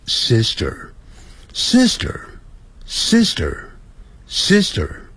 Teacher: 因为那个 R 在字尾啊要卷舌的